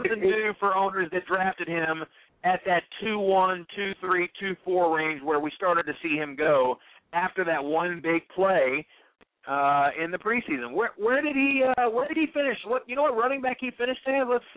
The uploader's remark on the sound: Call-in Show